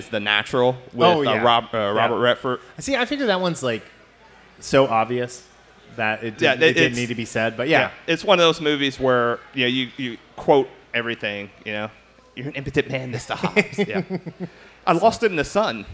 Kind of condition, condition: setting, live audience